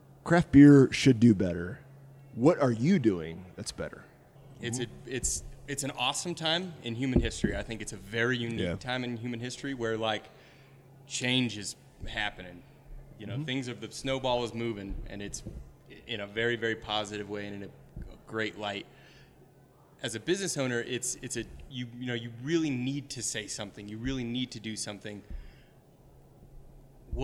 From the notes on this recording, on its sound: We got back together at Barquentine Brewing. After three months of Zoom interviews, we got back together at Barquentine Brewing.